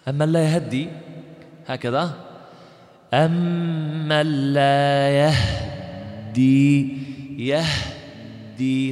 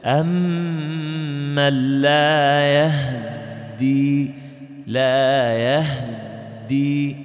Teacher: تسكن الهاء وتشدد الدال · Term: الإسكان